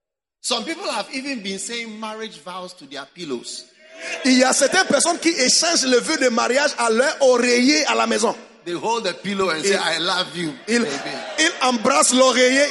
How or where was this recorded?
live audience